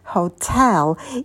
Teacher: Ударение также падает на второй слог, как и в русском языке.